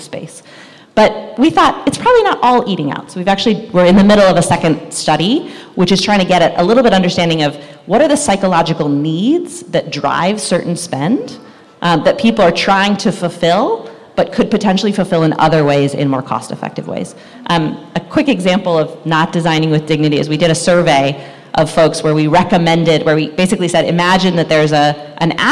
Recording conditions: busy venue